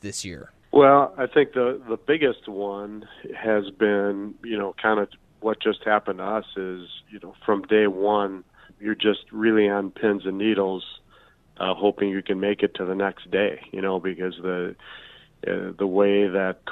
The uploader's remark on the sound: joins us via the phone line.